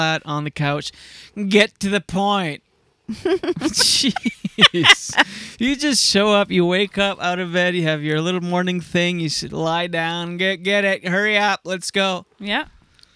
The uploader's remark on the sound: We are LIVE from the deep woods of New Brunswick, within the glorious #atlanticBubble.